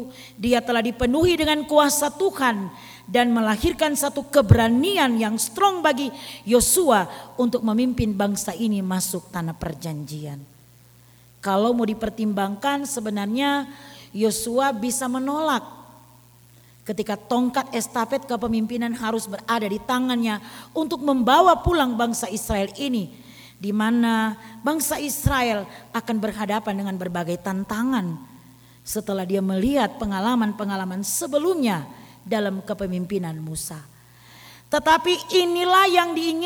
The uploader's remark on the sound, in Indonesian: Rekaman Khotbah pada Ibadah Minggu malam tgl 16 Juli 2023 dari GKI Kalvari Tembagapura, Papua.